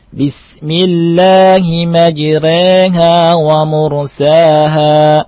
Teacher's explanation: Ronya perhatikan adalah tarkik, bukan tebal. Ya, ronya itu tarkik.